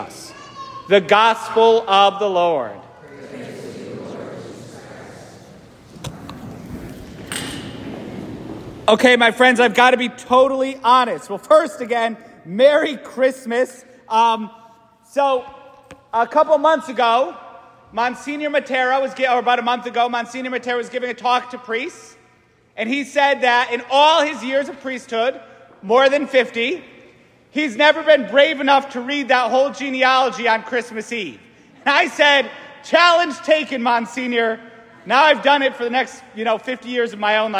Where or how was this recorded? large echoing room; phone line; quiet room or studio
large echoing room